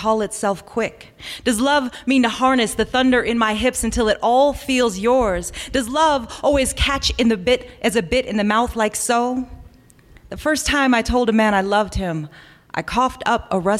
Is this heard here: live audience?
yes